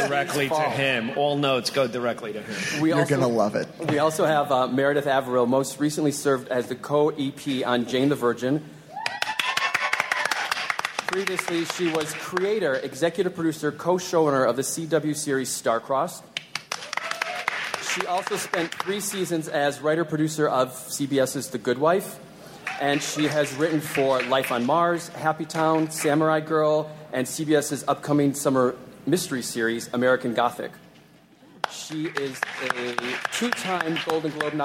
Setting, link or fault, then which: setting, busy venue